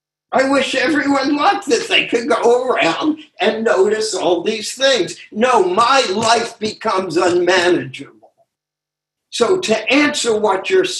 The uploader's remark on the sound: Took us on a zoom journey through the Essays.